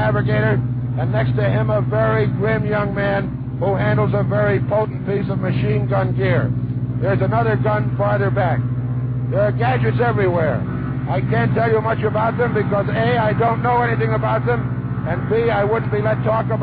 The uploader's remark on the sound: It includes updates on the war from Honolulu, London, Cairo, Moscow, Santiago, Washington and New York and from inside a B-25 over the Gulf of Mexico.